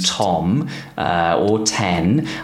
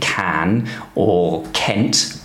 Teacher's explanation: the T sound is made with the very front of the tongue, whereas the K is made with the back of the tongue